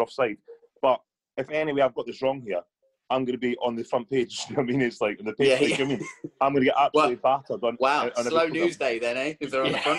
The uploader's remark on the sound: As they chat over zoom.